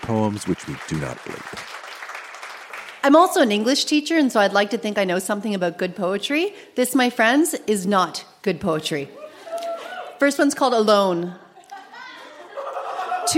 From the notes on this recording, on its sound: Recorded live at the Black Knight in Yellowknife.